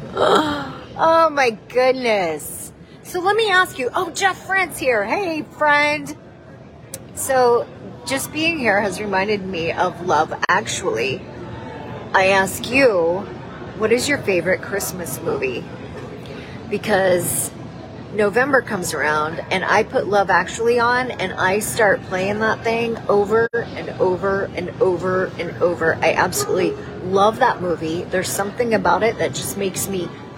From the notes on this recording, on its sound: Broadcasting live from the Orlando Sanford International Airport in Florida with her dog, Tater. Previously Recorded.